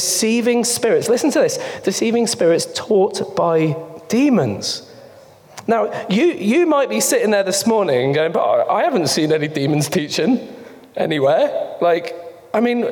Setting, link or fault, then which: setting, live audience